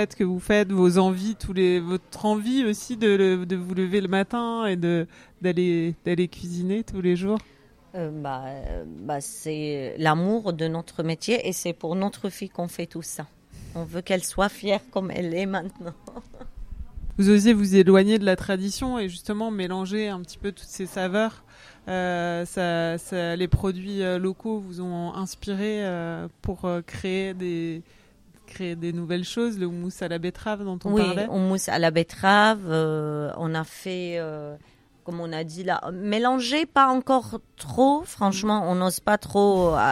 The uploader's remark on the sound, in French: Cet épisode a été enregistrée début juillet dernier, chez Grand Scène donc, en live, à l’occasion du Refugee Food Festival. Le génial nouveau food court lillois.